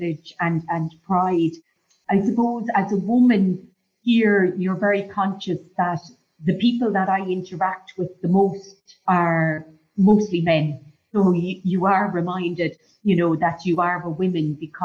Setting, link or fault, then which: link, video call